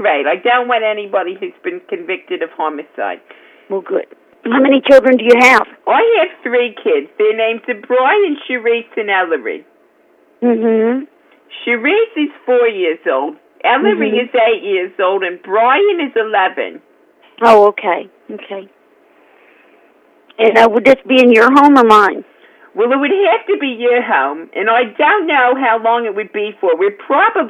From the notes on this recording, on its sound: Prank Phone Calls.